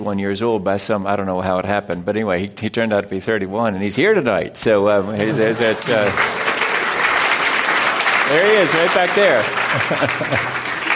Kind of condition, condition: setting, live audience